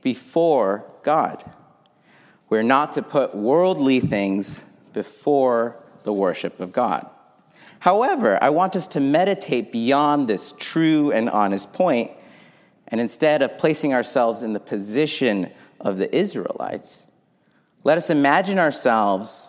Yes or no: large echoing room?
yes